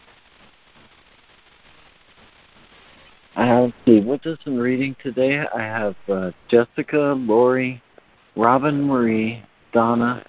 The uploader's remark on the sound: ACIM Daily Conference Call.